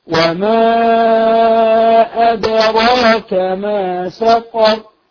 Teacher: الألف بعد الميم لا تقصر المد فيه، اجعل المد أربع حركات على الأقل